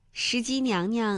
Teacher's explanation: 而石矶娘娘的第二个娘是可以读轻声的